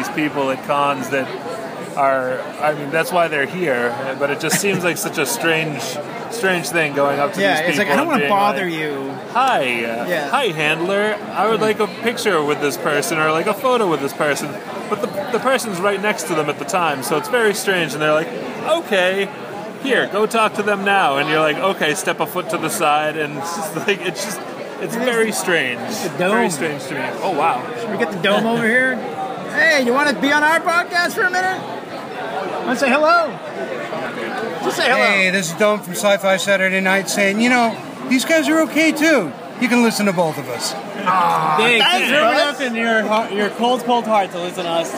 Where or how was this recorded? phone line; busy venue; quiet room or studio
busy venue